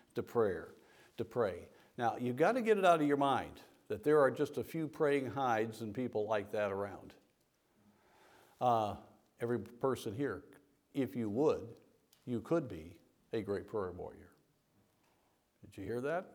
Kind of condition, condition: setting, large echoing room